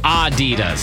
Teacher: It's supposed to be Adidas, with a slight emphasis on the first syllable, the ah. Adidas, not Adidas.